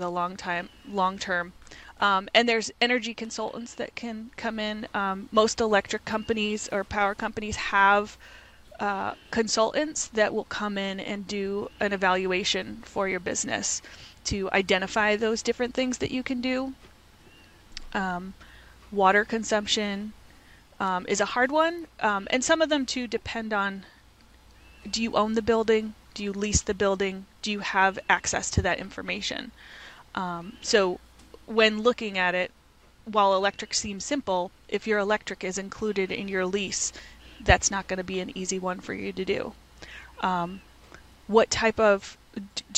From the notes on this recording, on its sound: live from her beehives